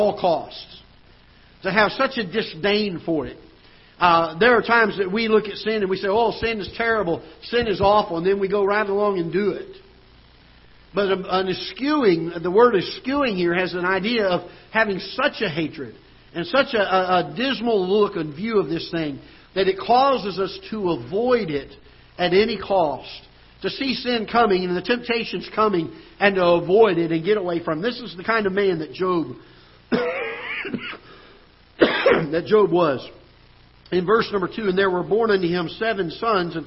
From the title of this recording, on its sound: Ketha Heights Baptist Church ~ Live Broadcast